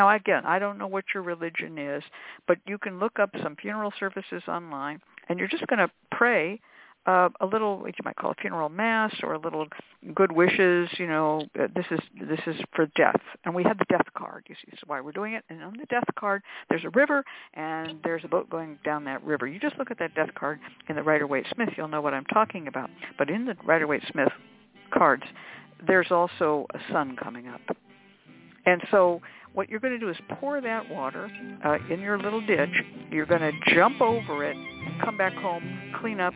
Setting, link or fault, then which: link, phone line